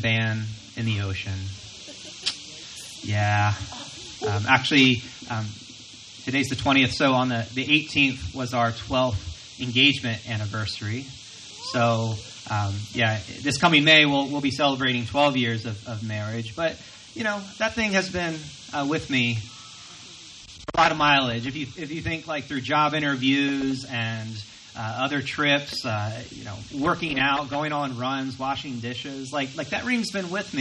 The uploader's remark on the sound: Recorded from our outdoor worship gathering.